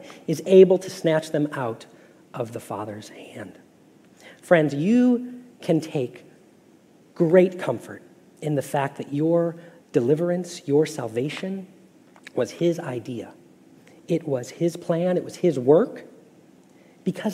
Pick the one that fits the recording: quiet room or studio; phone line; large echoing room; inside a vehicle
large echoing room